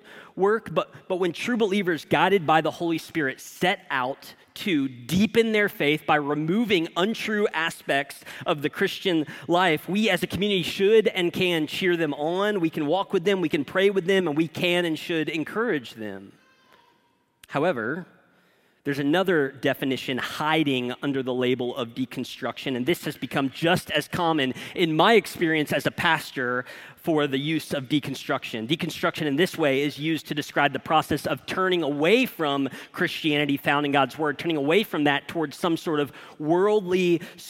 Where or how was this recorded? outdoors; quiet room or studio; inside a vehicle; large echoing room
large echoing room